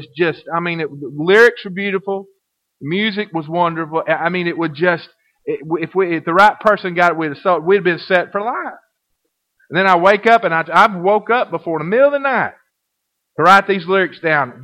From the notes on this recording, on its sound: Recorded in 2012 at First Baptist Church Red Springs. (Audio starts at 0:06 mark.)